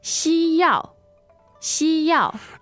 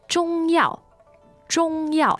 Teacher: Now, both of those are first and fourth.